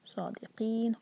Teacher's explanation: قاف کو حلق سے نکالیں گے، اور نون پر جب رکیں گے تو نون کی آواز کلیئر آنی چاہیے